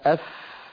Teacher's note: الفاء قد خرجت من باطن الشفة السفلى مع أطراف الثنايا العليا